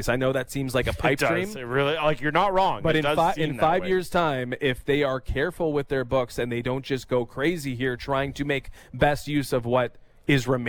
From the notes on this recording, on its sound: On the third hour of The Fan Morning Show live from the Glen Abbey Golf Club in Oakville